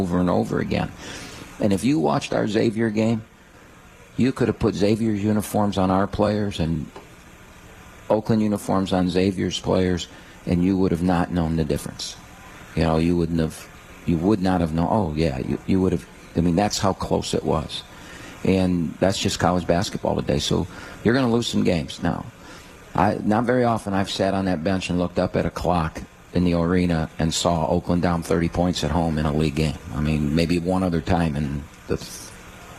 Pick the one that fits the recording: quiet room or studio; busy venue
busy venue